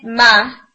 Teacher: for example जब आप बोलते हैं मां, तो आप क्या करते हैं, लिप्स आपके ऑलरेडी बंद थे, आपने उन्हें खोला है, पार्ट किया है · Term: तबाउद